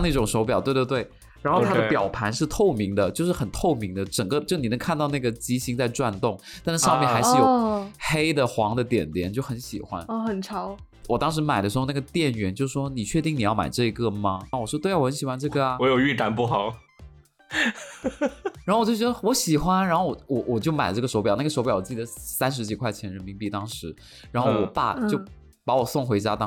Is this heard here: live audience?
no